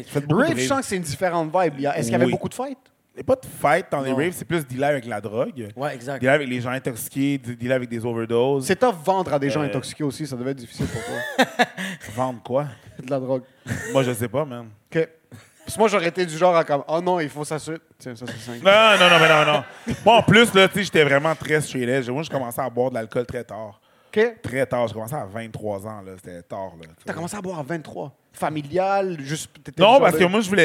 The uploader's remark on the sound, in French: Zoofest LIVE. Leur live lors du festival Zoofest.